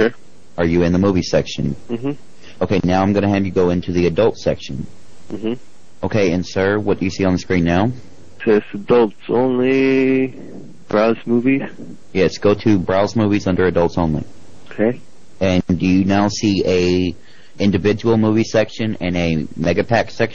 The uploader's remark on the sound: Prank Phone Calls